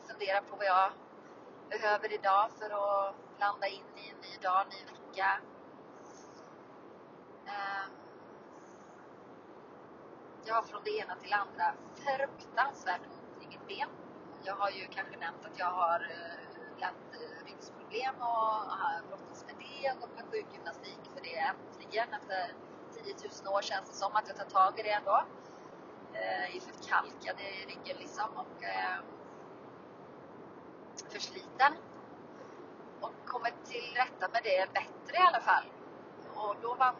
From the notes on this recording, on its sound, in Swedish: Ursäkta om ljudet är dåligt